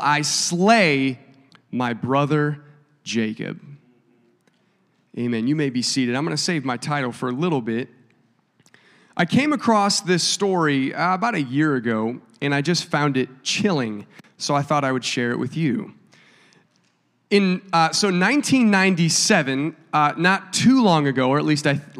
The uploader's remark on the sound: a service recording from Connect Point UPC